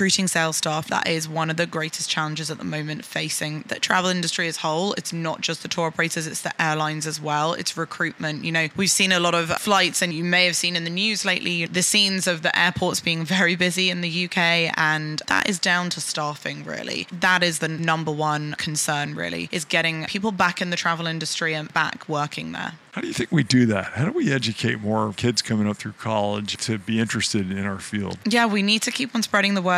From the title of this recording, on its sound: Live From IPW